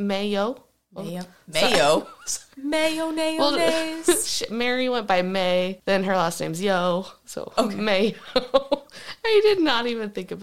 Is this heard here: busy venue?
no